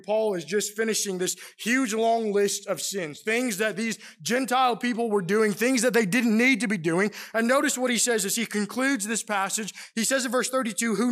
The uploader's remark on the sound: Preached during the PM worship service at the Roanoke CofC.